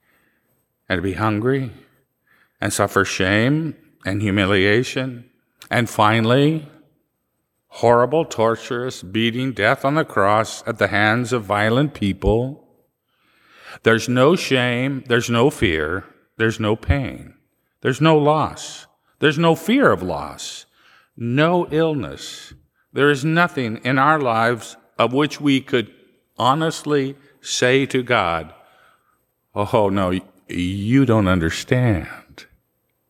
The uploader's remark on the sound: Live recording from 8 am Mass